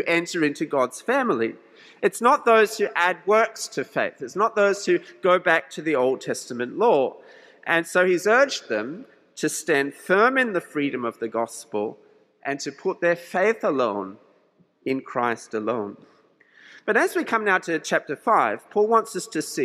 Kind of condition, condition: setting, large echoing room